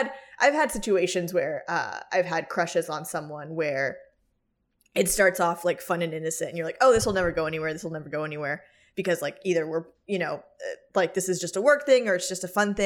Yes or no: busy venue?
no